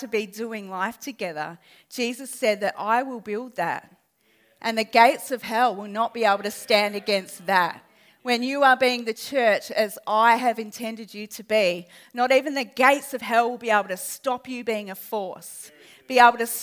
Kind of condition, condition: setting, live audience